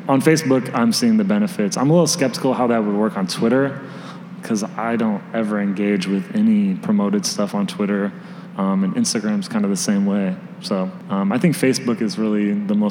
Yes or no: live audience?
yes